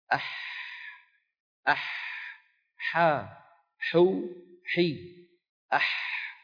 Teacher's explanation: لاحظوا بأن المخرج لا يتضيق في حرف الحاء كما تضيق في حرف العين · Term: الحاء العربية